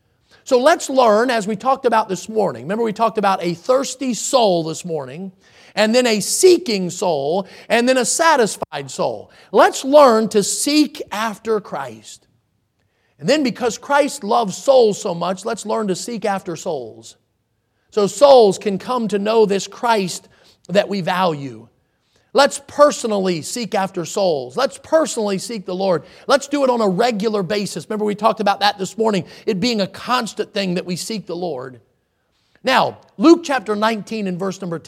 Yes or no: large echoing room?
yes